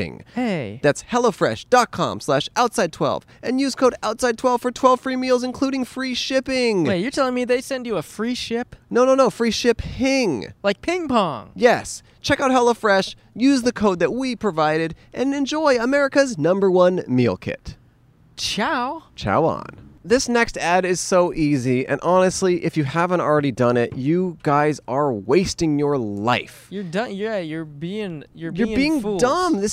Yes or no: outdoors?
yes